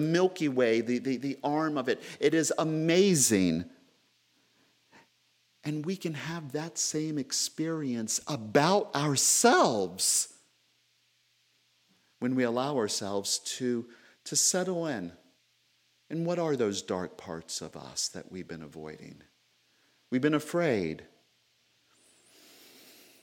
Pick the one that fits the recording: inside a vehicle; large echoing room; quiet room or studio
large echoing room